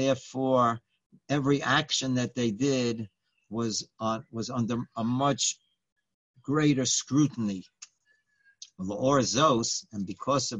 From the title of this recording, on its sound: Live On Zoom